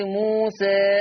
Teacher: ده اسمه تقليل بميل بالألف شوية